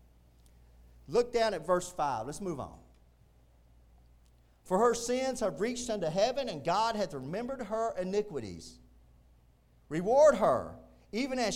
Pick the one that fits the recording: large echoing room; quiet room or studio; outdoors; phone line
large echoing room